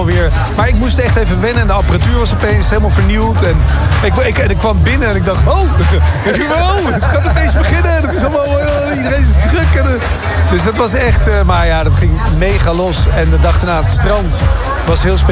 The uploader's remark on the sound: Live from Thuishaven